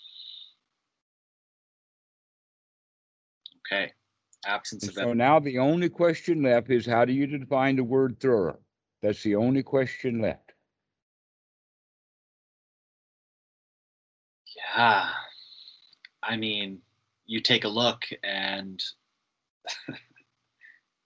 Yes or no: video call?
yes